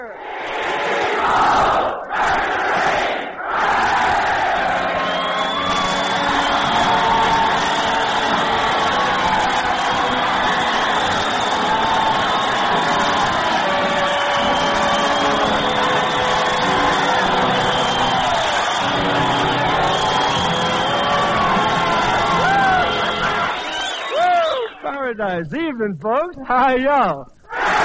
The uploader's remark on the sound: At the Maritime Service on Catalina Island, CA. Always fun to listen to with a terrific orchestra, vocalists, some comedy, and "game show" with members of the armed forces audience.